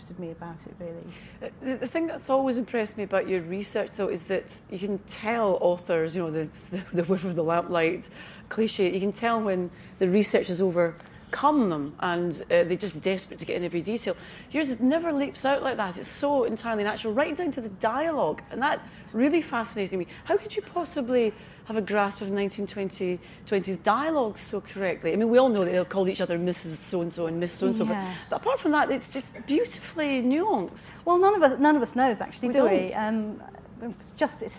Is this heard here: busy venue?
yes